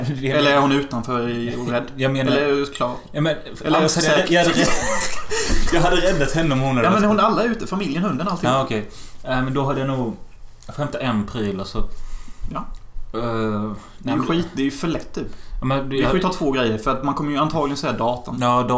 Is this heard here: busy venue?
no